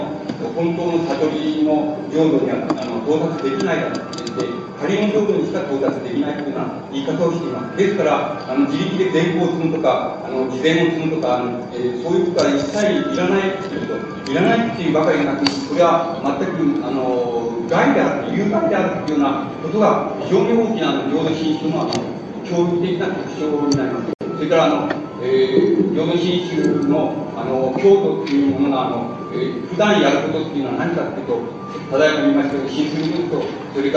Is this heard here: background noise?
yes